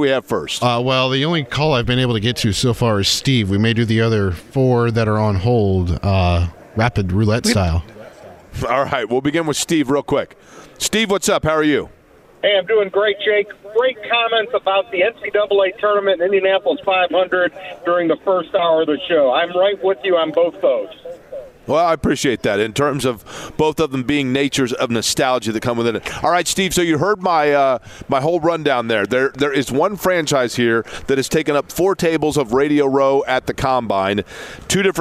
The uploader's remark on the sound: from Radio Row at the NFL Combine